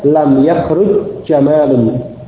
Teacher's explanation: Tudghamu jimun, ya tudghamu jimu yahruju fi jimi jamalin. Jim pada yahruju itu diidghamkan pada jim dari jamalun. Sehingga dibaca lam yahruj jamalun.